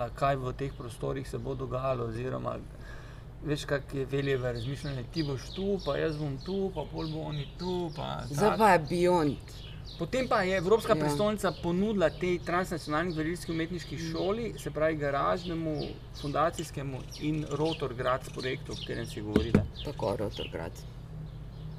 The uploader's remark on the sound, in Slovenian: Na ulici pred hišo ter pred publiko. GT22.